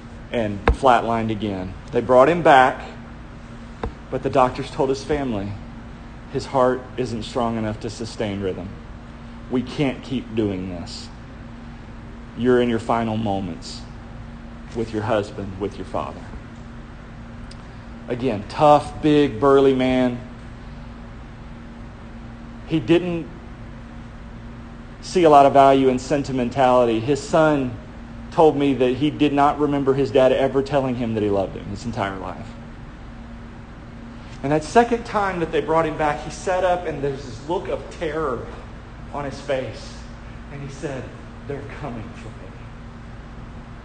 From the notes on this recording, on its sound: shared live at Eternal Hope Church in Mary Esther, FL